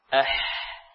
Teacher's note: Bagian tengahnya, tengah tenggorokan atau wasatul halq